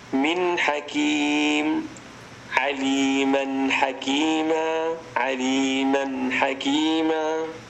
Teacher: النون أخرجت مظهرة من غير غنة زائدة